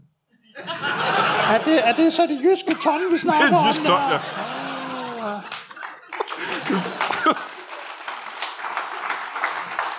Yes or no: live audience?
yes